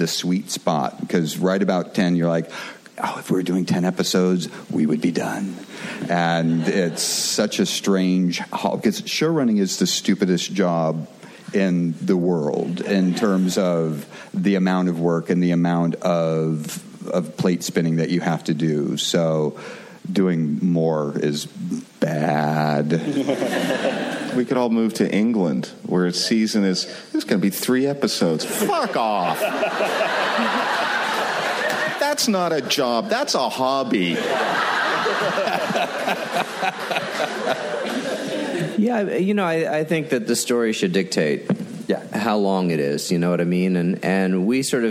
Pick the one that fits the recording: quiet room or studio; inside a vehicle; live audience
live audience